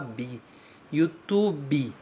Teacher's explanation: Tu, esse tu é importante e o bu no final, certo? Em português, a gente fala bi, YouTube, como se tivesse um i no final. A gente coloca muito esse i no final de muitas palavras em inglês porque a gente está mais acostumado a falar uma coisa com vogal no final.